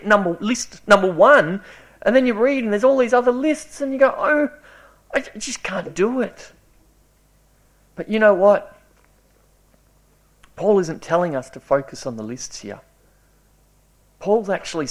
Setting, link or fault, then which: setting, large echoing room